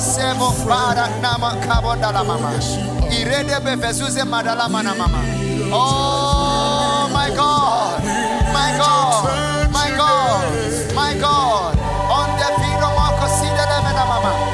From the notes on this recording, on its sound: Preached at the FLOW Church Service.